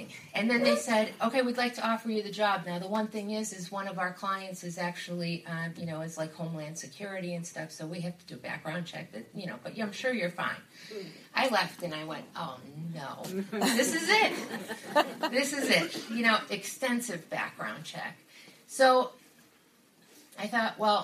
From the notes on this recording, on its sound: A very close friend of The Bubble Hour was asked to share her story at a 12-Step recovery meeting so we asked her to record it.